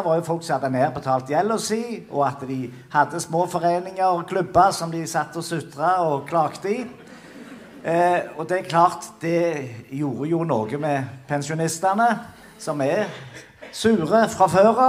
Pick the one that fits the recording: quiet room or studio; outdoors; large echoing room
large echoing room